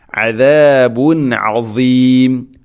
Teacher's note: അദാബുൻ തൻവീൻ ശേഷം ഐൻ ഇസ്ഹാർ ചെയ്യണം. പ്രത്യേകം ശ്രദ്ധിക്കേണ്ടത് അസീം അലീം അലീം അല്ല, അസീം ഈ ഉച്ചാരണം അസീം.